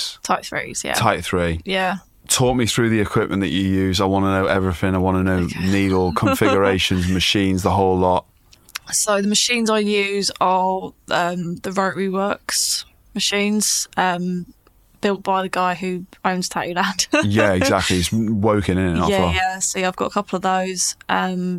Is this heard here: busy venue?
no